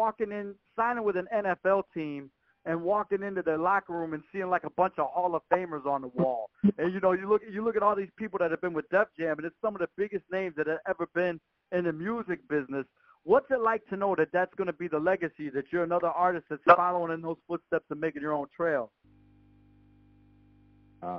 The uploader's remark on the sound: NerveDJs Jan 16th Conference Call